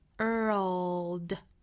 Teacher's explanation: 美音的发法是 were 之后再去加舌侧音 world 那我们在发这个单词的时候舌尖并不需要真正的去抵上齿音发这个舌侧音，但是这个动作是要有的 world 一定是要过到上齿音的这个位置之后再去发辅音的。好，我们再来读一下这句话美音版。